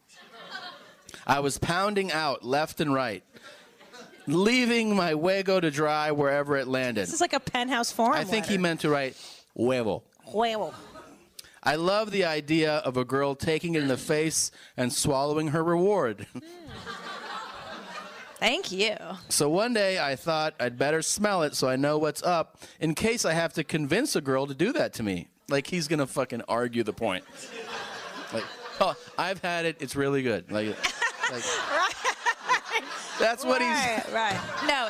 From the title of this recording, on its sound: Live From Pasadena